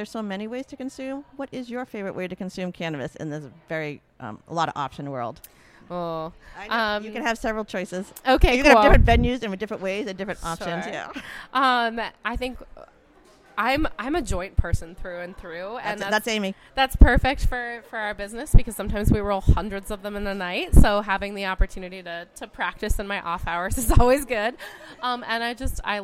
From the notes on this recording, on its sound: on location at the Cannabis Wedding Expo in Cambridge, Massachusetts